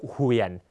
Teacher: เสียงจะต่ำนะครับไม่เปลี่ยนระดับนะฮะจะมีเสียงอ่านพุ่งลงธรรมดาคล้ายเสียงเอกในภาษาไทย · Term: วรรณยุกต์เหวียน